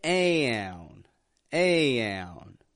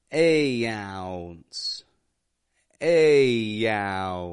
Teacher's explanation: They have an OU or OW diphthong, which typically goes ow, making an ah, ah, and then bringing the corners of the lips into the middle to go woo, ow. And we're putting an N after that.